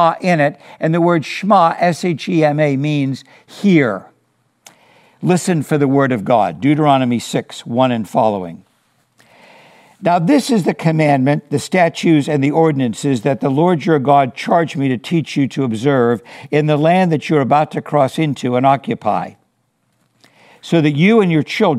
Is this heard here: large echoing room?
yes